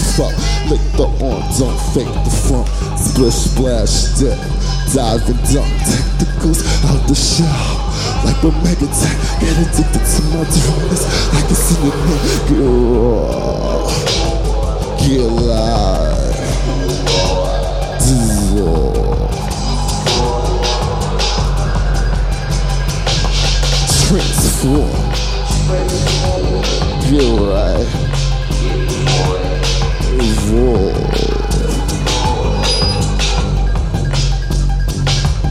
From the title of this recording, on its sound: Live from SXSW